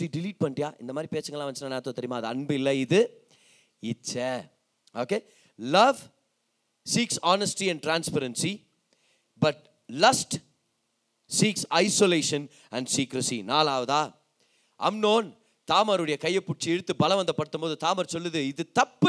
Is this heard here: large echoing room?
yes